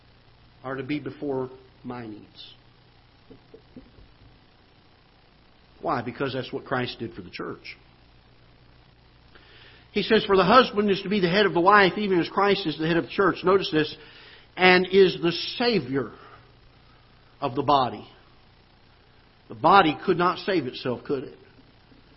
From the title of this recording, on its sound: Ketha Heights Baptist Church ~ Live Broadcast